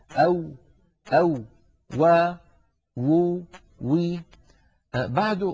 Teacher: الواو كما نعلم يا إخوة حرف يخرج من الشفتين ويصاحب ذلك تذبذب للوترين الصوتيين في الحنجرة